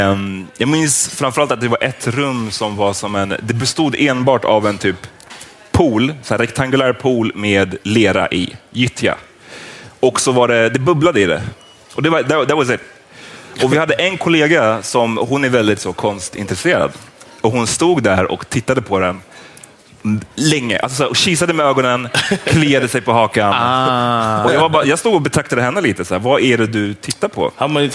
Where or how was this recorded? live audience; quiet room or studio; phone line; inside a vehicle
live audience